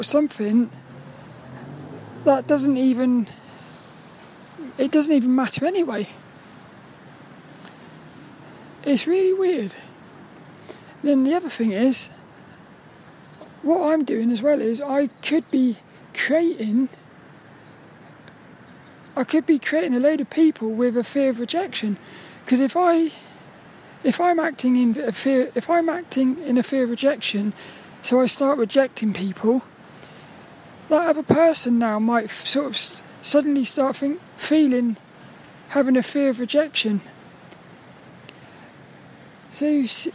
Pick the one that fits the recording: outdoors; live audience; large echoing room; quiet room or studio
outdoors